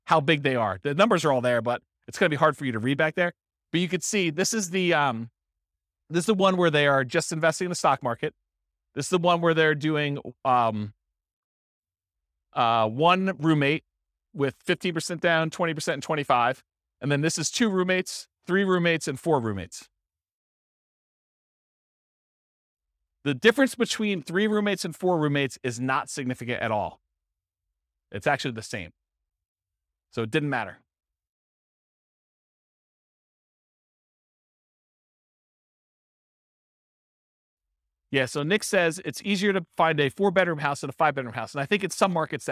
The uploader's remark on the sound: This was a live class recorded